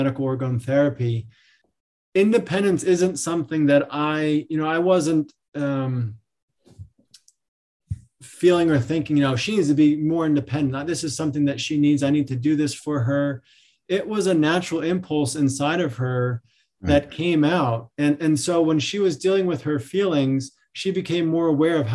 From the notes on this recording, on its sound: This episode features audio from one of our recent webinar presentations.